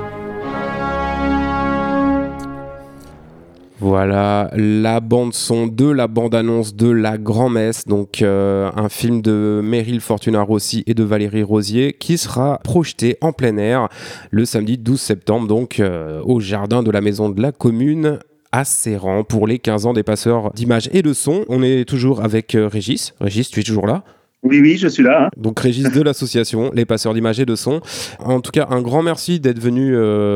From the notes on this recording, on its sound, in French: Nous avons pu discuter par téléphone et au micro de Timbre FM.